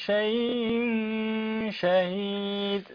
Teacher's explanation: إن الله على كل شيء شيء، هنا التنوين وبعده شين، في إخفاء، أخفي نون التنوين عند الشين